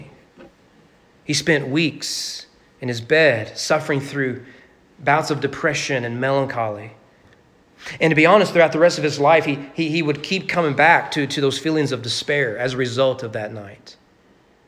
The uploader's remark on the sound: Sermon preached at Walnut Grove Baptist Church on February 28, 2022 for their Man Up event.